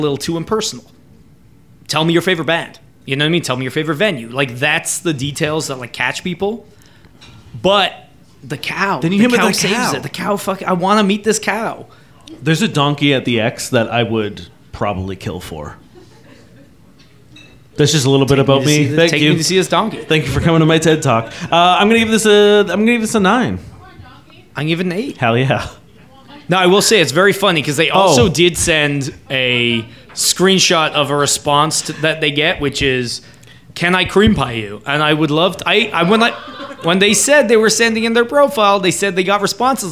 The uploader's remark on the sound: here's the live show we did at Black Sheep at the beginning of the month